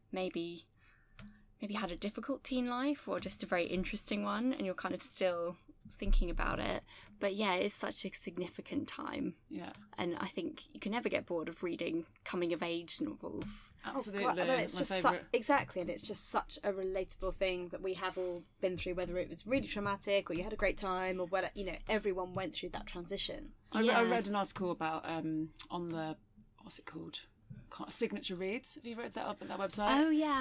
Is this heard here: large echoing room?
no